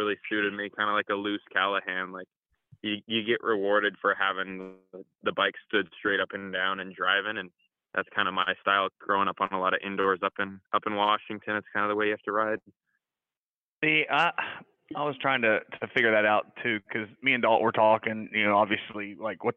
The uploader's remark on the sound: Both call in to talk about the weekend.